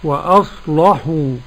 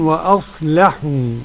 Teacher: وأصلحوا، غلظ ورش اللام · Shown in: first take